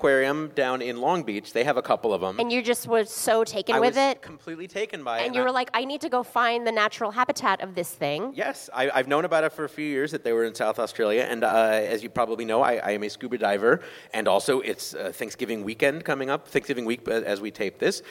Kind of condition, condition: setting, busy venue